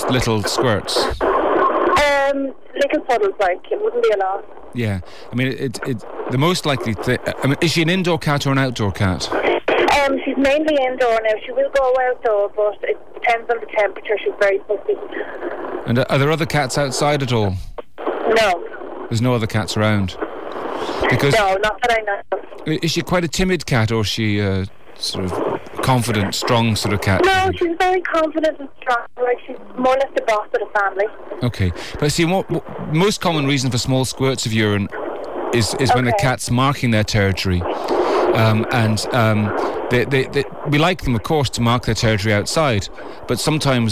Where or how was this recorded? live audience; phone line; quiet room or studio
phone line